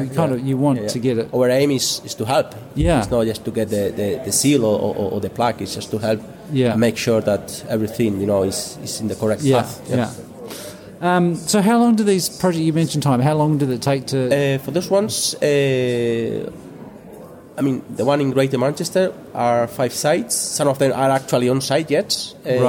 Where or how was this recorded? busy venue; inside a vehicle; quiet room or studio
busy venue